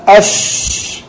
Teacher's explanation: يحرص في الشين على ان يخرج معها هواء اللي هو التفشي